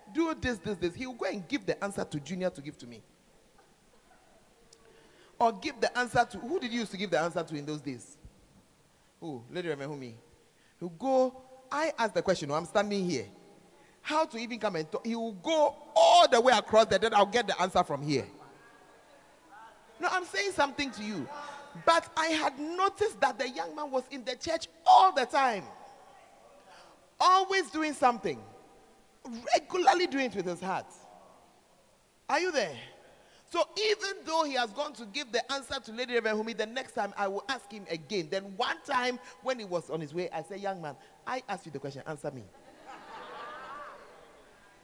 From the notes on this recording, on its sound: Preached At The 12 Foundations Of The Bacenta Camp